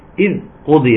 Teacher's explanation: القاف مفخمة، الضاد مفخمة ولكن في أقل درجات التفخيم